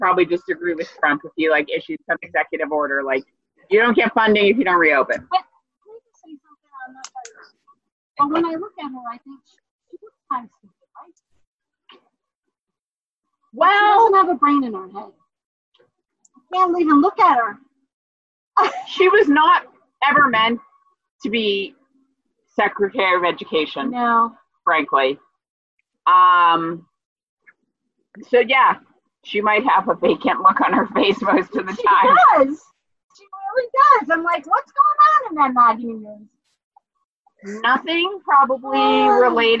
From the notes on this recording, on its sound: We apologize that the sound quality is a bit low. We were tring some different recording options.